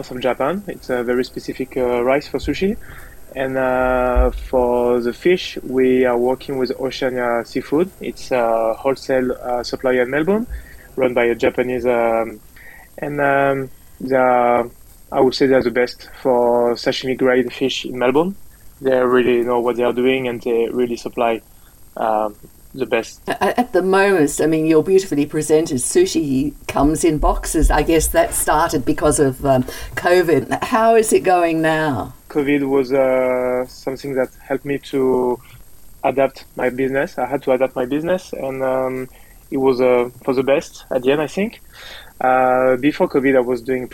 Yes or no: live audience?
no